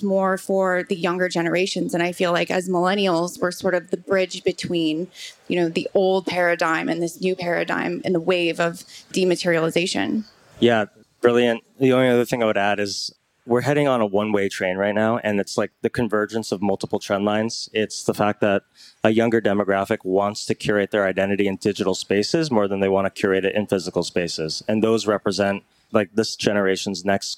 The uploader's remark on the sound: This conversation was previously recorded at Consensus this past year in Austin, TX. On the Consensus stage.